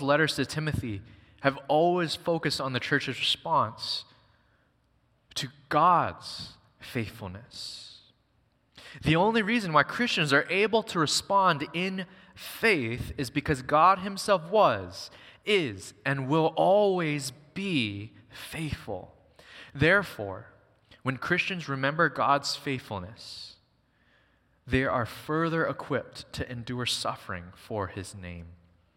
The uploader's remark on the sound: Recorded on September 3, 2023 at Waialae Baptist Church.